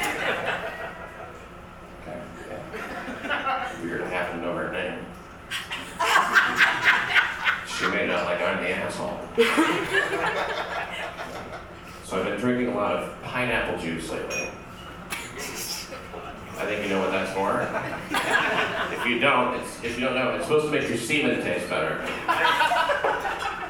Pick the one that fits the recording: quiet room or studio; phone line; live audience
live audience